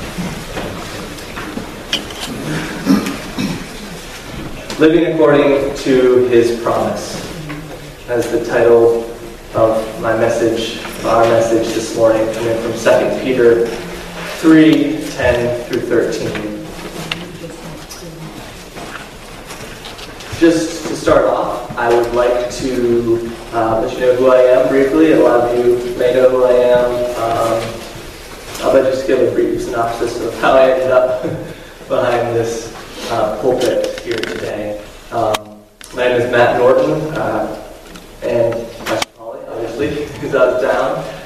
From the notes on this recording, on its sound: given at Harmony Bible Church in South Thomaston, Maine